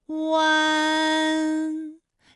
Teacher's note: 舌尖迅速移到上齿龈部，最后抵住上齿龈，发出鼻音呢的状态